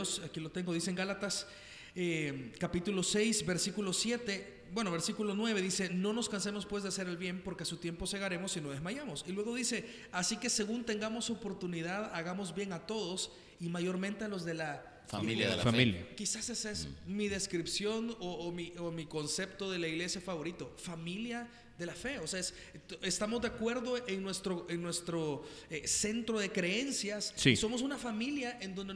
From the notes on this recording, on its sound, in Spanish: Una grabación en vivo desde Paradigma.